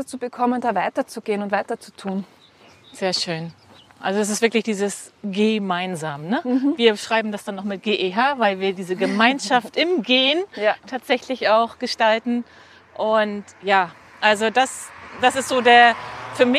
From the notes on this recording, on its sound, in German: Sie besuchte mich Anfang Mai hier an der Ostsee. Unser GEHspräch wird begleitet von so einigen Nebengeräuschen (für einen Sonntagnachmittag auf dem Dorf ganz schön viele).